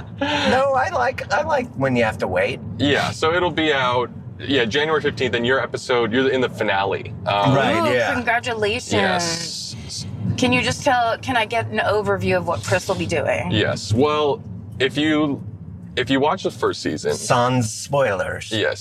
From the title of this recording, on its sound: In the Car